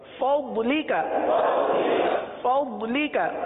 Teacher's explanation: دواد پڑھیں گے بلکہ ضاد پڑھیں گے، ضاد، زبان کی کروٹ، زبان کی کروٹ اوپر کے داڑوں کی جڑ سے یہ ضاد کی ادائیگی ہوتی ہے